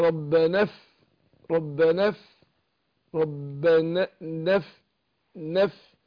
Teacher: تخلصنا من التقاء الساكنين لما كان الاول حرف مد بحذفه · Term: الالف المد